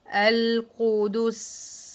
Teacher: القدس توسط اللام ورخاوة السين الساكنة الموقوف عليها، يبقى أنا بحقق الصفات أهو مش بدرسها كده وخلاص، أنا محققها إيه في قراءتي، وأبين إن زمن اللام هنا في القدس أقصر من زمن السين الساكنة الموقوف عليها، لأن ده رخاوة، السين رخوة واللام متوسطة والرخاوة زمنها أطول من زمن التوسط